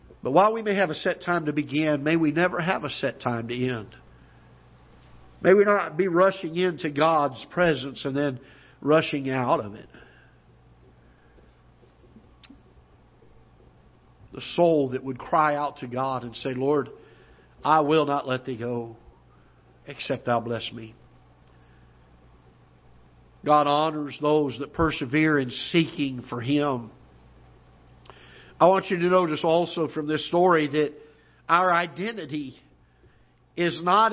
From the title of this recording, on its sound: Ketha Heights Baptist Church ~ Live Broadcast